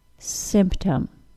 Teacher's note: two-syllable nouns tend to be stressed on the first syllable, and the word symptom does follow this pattern.